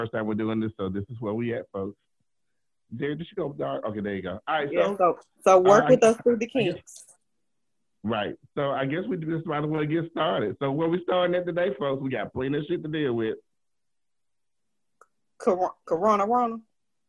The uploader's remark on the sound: It's our first Zoom Podcast.